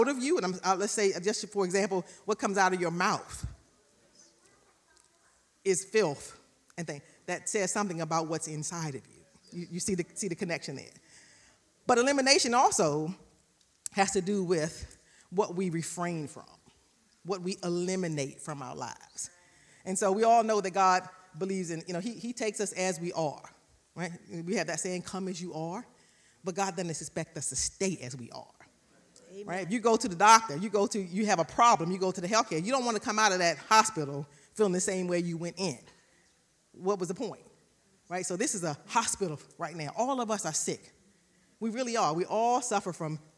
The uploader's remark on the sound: recorded live on April 24, 2022 at Newark United Pentecostal Church